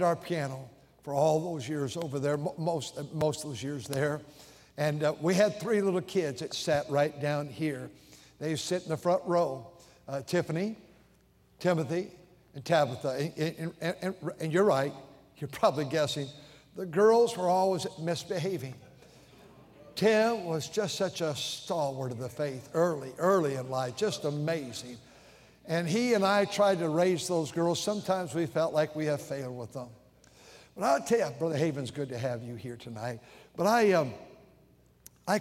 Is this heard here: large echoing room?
yes